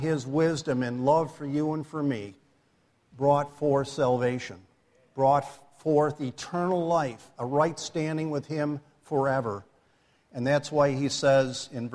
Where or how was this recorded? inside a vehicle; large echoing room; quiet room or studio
large echoing room